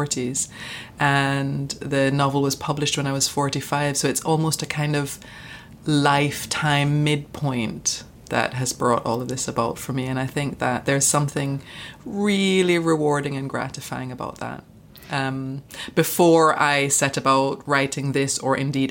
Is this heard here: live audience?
no